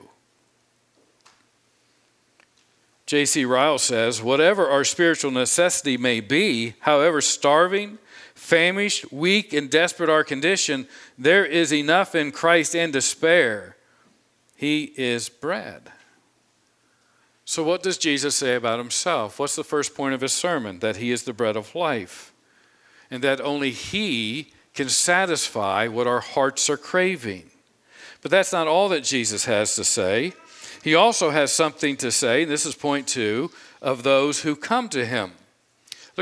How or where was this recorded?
large echoing room